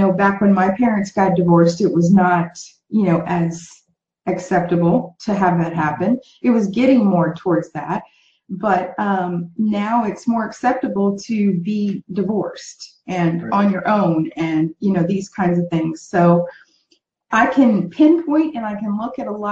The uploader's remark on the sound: on a Facebook Live in her group Passion + Action